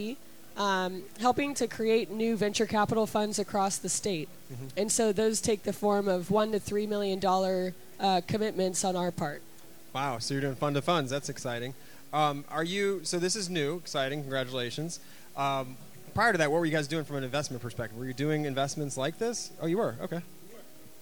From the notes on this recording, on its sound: We hear a panel discussion that took place at the Established Lounge during SXSW with members from our partner for the event, Launch Tennessee.